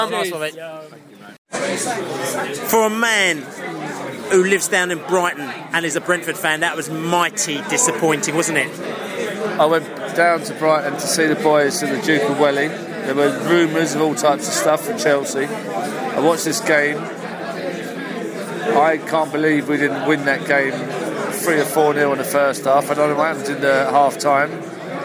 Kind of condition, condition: setting, busy venue